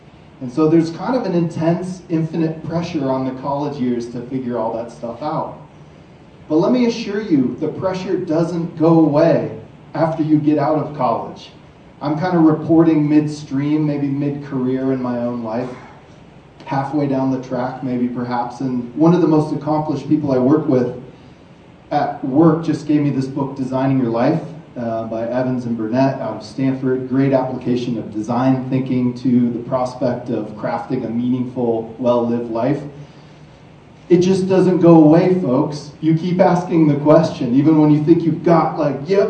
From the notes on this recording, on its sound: From the stage at Montana Tech.